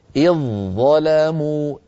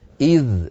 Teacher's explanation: ظاء مشددة، لا يبقى للذال أثر عند الوصل. · Shown in: first take